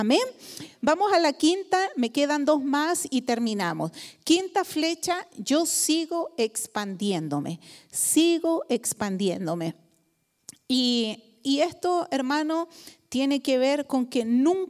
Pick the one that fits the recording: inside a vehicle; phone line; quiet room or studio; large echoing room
large echoing room